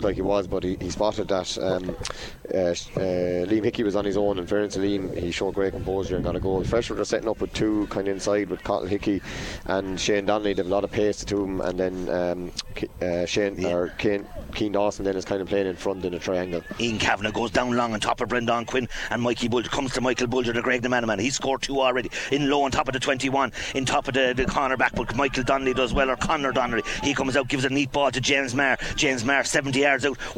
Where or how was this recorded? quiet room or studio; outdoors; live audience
outdoors